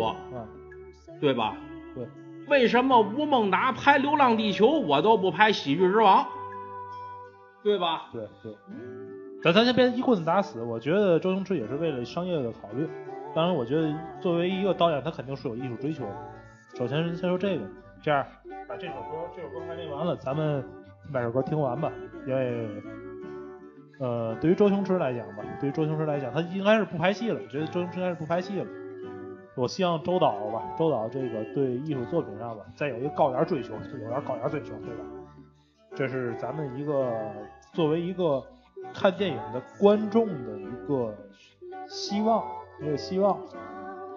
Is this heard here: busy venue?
no